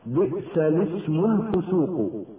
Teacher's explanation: وكلمة الاسم يحذف ألفها وهمزتها حال وصلها بما قبلها